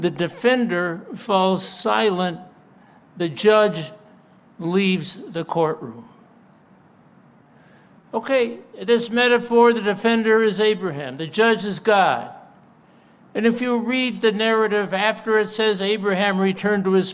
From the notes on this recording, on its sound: delivered a moving speech at the CCU for Israel event